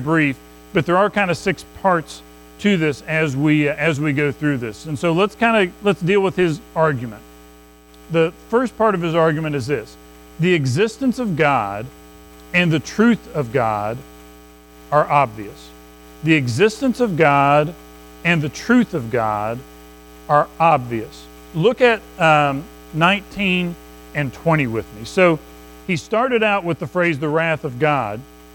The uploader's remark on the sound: Recorded at Madison Baptist Church in Madison WV on Jan 14, 2024